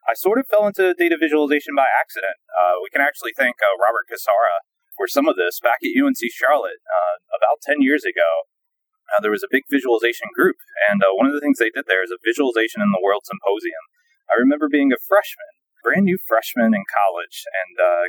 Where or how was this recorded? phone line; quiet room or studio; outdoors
outdoors